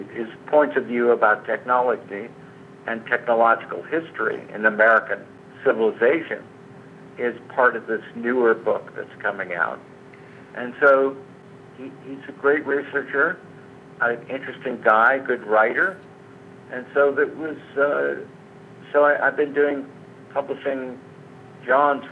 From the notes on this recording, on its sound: recorded this phone conversation in February of 2018